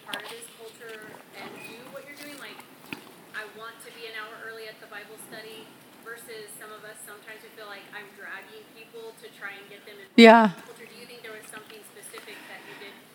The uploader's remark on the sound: WSL Conference 2022. Sharing content from the Breaking New Ground live event from October 2022. This episode was from a breakout session.